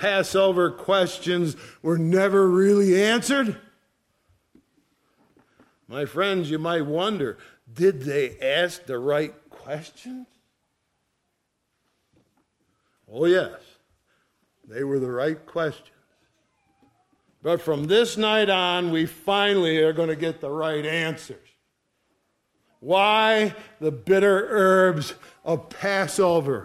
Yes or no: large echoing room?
yes